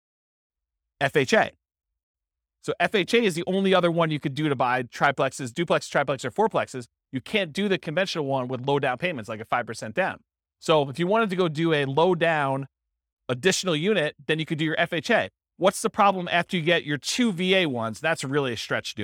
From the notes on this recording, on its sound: This was a live class recorded